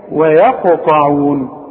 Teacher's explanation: والواو ترقق دائما، الياء ترقق دائما، القاف هي المفخمة مع الطاء مفخمة برضو